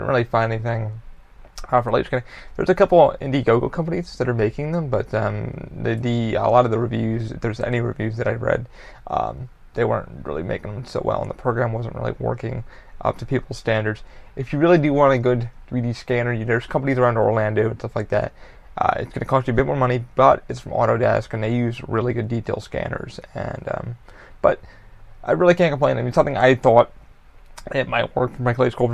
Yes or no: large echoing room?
no